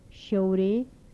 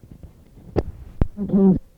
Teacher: Palatal alveolar fricatives with palatalization.